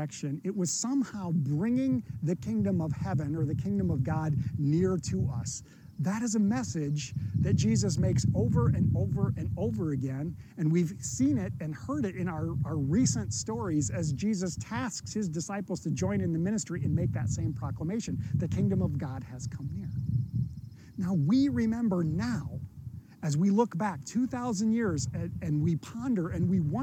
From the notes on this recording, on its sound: this sermon was recorded outside and occasionally wind ruffles across the mic